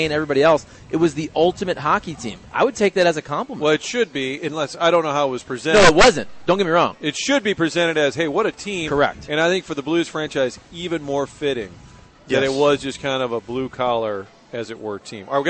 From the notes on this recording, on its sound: Broadcasting live from Schnucks off S. Grand.